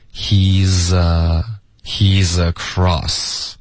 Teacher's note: z 跟 across 也要连读